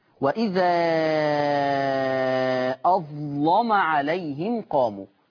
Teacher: كلمة اظلم، الاية 20، قرأ ورشي بتغليظ اللام